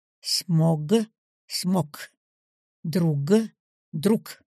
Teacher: согласный «г» в конце слова всегда переходит в парный ему глухой звук «к»